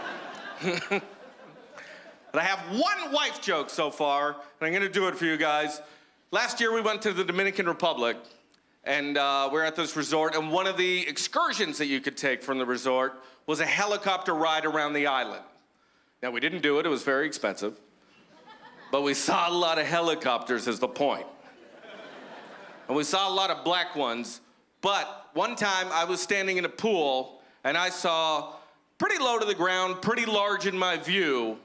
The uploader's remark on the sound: stand up from the Just For Laughs Festival in 2015